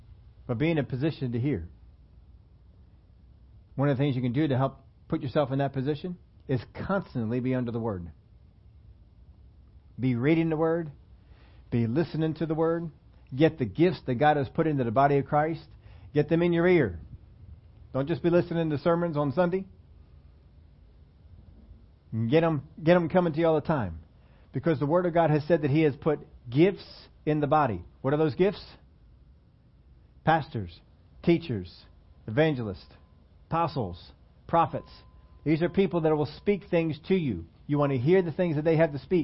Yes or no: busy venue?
no